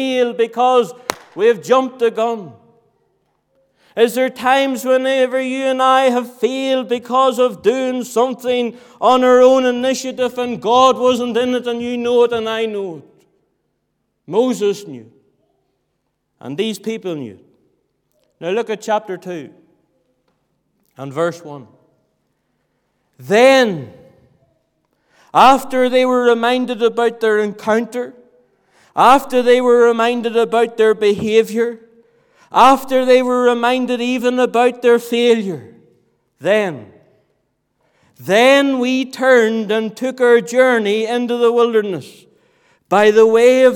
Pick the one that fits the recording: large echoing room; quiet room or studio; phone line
large echoing room